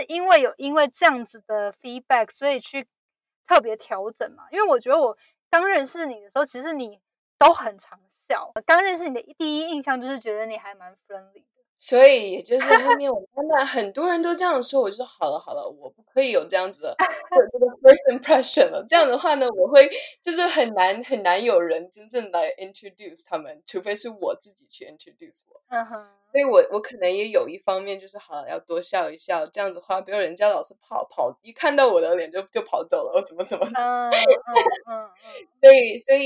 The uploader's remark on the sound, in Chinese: 這次的錄音音質比較不好並且聲音較小，後製也無法修正